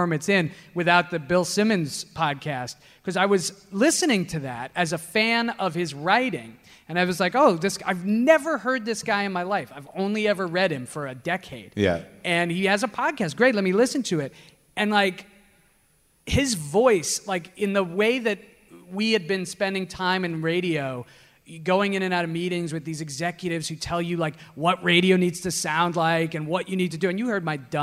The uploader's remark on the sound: Live At Now Hear This. About 700 people were in the room at the Now Hear This podcast festival in Anaheim this past October. In front of a live audience.